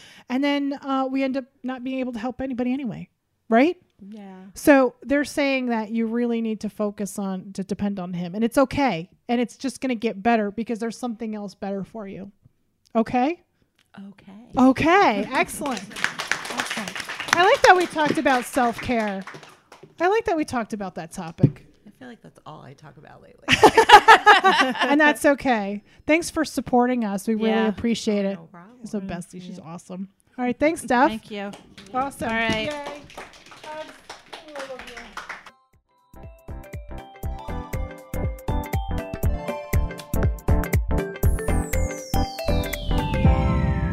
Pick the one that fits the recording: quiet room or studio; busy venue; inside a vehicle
busy venue